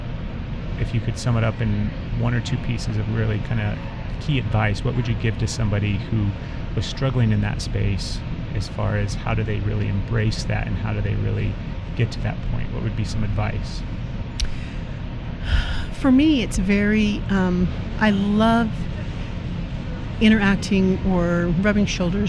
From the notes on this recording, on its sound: Recorded live on location at the 4th anniversary of the SoulWorks Fair. Each month the fair is held at Dancing Cranes Imports in Salt Lake City.